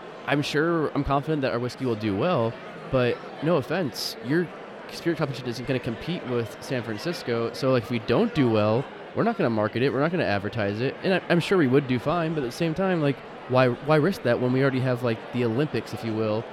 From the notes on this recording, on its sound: live at Wisconsin Whiskey Fest